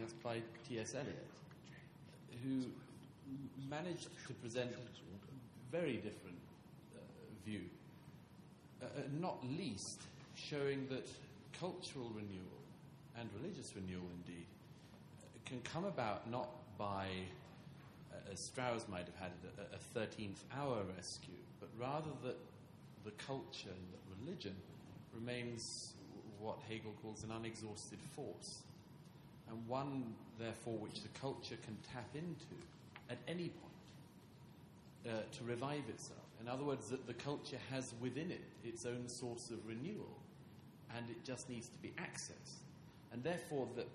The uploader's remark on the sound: TNC/SAU Conference. Responds to the questions and comments of conference panelists and audience members.